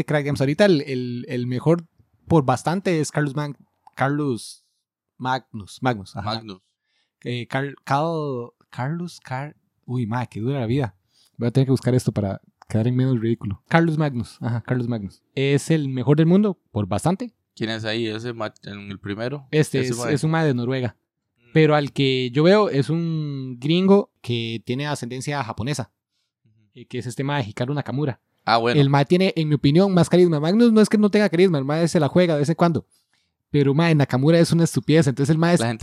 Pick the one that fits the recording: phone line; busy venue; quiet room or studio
quiet room or studio